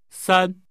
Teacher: The name is pronounced with a high level tone.